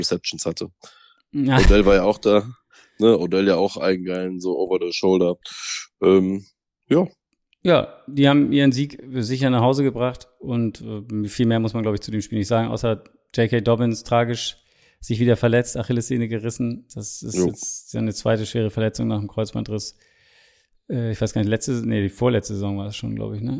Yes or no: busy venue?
no